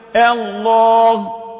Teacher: حذفت الهمزة أصبحت الله، وفخمت اللام للتعظيم الله